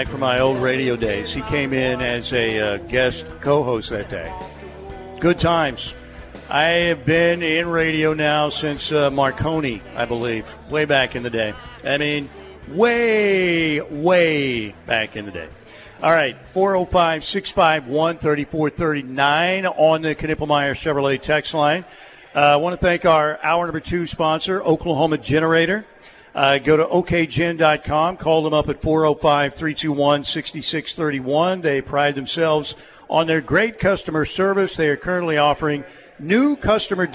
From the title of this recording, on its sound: LIVE FROM BWW IN EDMOND FOR GRIDIRON GIVEAWAY